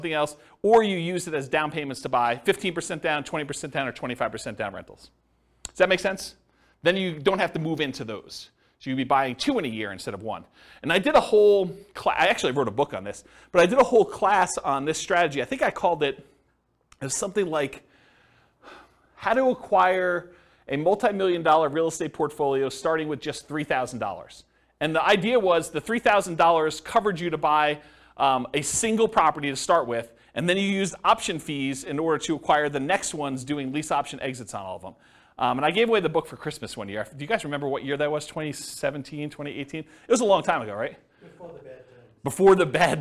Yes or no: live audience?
yes